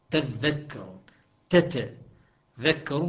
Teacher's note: أدغمت التاء الثانية في الذال، وهذا سبب تشديد الذال · Term: إدغام كبير